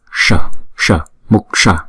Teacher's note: Chữ S cong lưỡi lại búng ra S